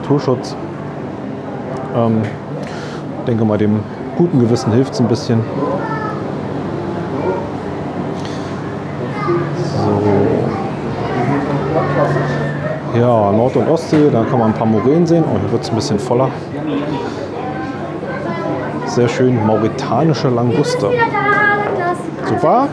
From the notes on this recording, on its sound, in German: Dann haben wir noch in der Marienkirche am Alexanderplatz eine Kerze angezündet und sind im Regen wieder zurück zum Auto gelaufen. Von meinen Eindrücken vor Ort berichte ich mit reichlich Atmo (oder auch Hintergrundgeräuschen) direkt aus den den jeweiligen Räumen. Und die Kinder kommen natürlich auch mal zu Wort!